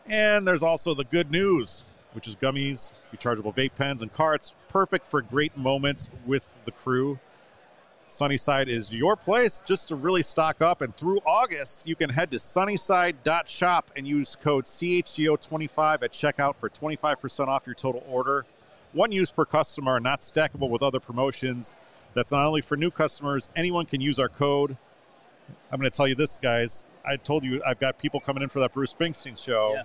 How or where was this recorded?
busy venue